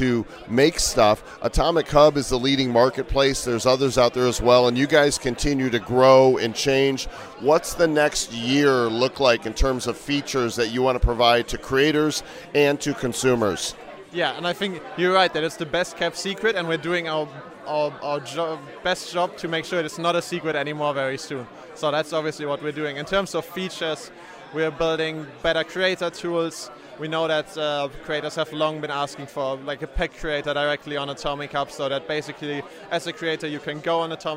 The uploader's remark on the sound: Live from NFT NYC 2022!